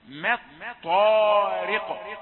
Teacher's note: وتلاحظ صوت الطاء المفخم الممدود بالألف وتلاحظ الراء المرققة أيضا